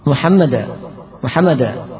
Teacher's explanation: menghilangkan tasdid pada mim sehingga menjadi Muhammada